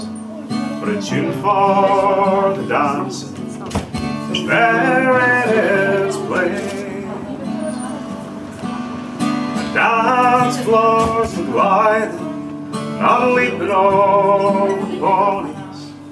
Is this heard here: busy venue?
yes